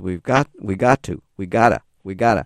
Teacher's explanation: because have tends not to be stressed, it gets dropped. So if we have got to becomes we've got, we got to, we gotta.